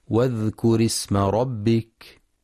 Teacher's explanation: ينتبه القارئ لهمزة الوصل فهي تسقط في درج الكلام، فلا يقرأ واذكر اسم بإظهار الهمزة، والصواب واذكر اسم ربك.